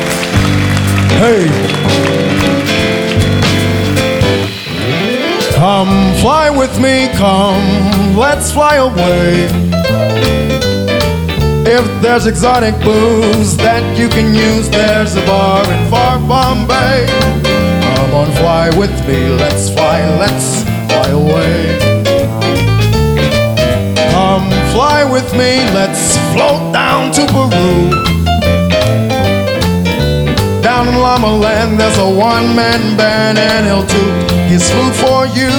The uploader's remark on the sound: Live at the SouthPoint Casino